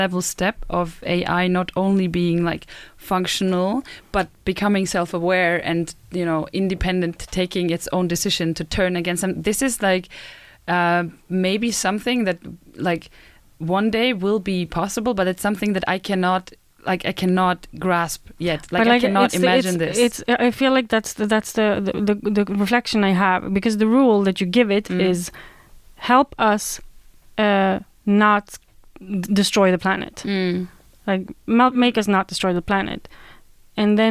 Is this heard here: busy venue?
no